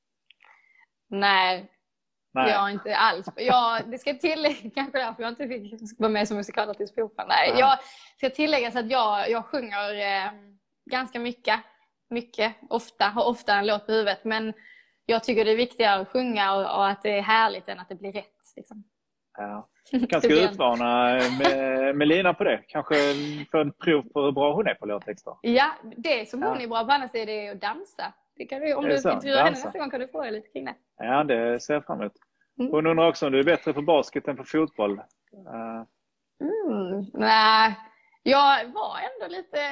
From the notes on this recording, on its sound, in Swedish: Supporterhuset Live via Instagram